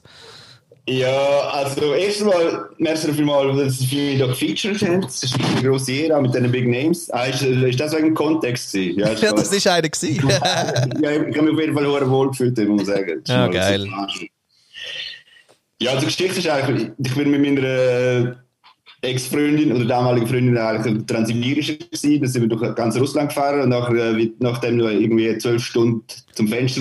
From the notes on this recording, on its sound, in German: Und das ist eine der drei Crash-In Sendungen! Es kommen also einfach Menschen rein in den Safe Space, unseren Zoom Dark-Room. Live aus unten rechts in Deutschland rein.